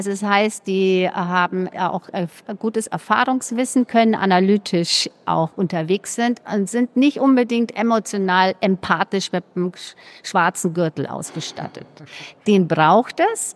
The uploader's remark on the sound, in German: Bei unserem dritten und letzten Podcast, den wir auf der solutions: Konferenz in Hamburg aufgenommen haben